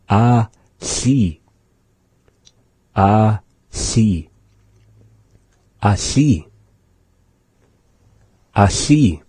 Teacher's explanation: And so what they mean by that is that it's coming from the side. It's a sound coming from the side of the mouth. So either the side of the mouth, or in one instance they say it's the side teeth that we blow the air out. · Term: lateral fricative